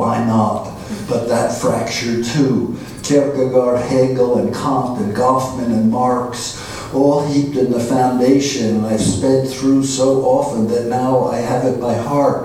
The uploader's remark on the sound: at the Worlds Literature Festival Salon